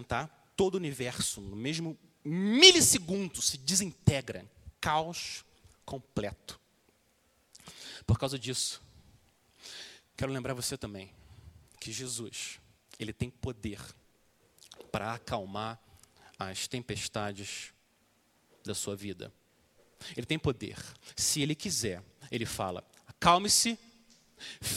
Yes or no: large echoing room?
yes